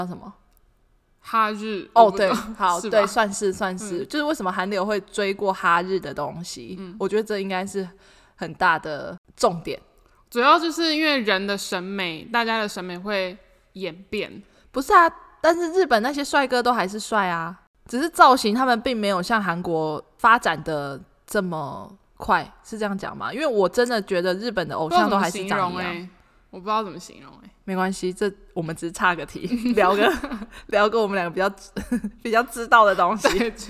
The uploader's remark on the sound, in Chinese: 我們換了一個大空間錄音導致收音狀況會有較大回音，敬請見諒